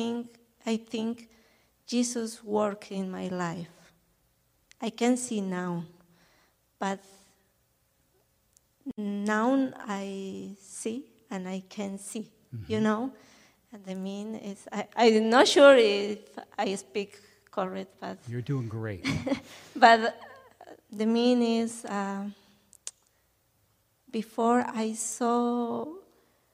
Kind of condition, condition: setting, large echoing room